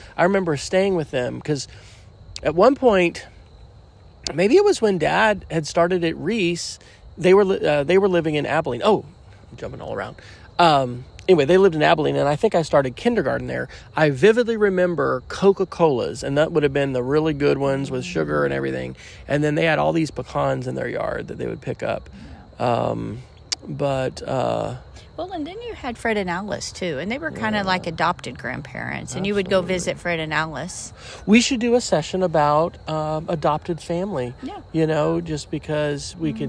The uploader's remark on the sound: Recorded at Anne Springs Close Greenway in South Carolina, just outside Fort Mill.